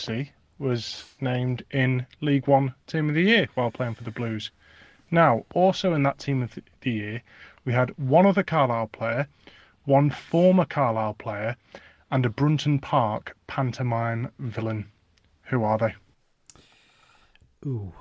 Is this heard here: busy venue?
no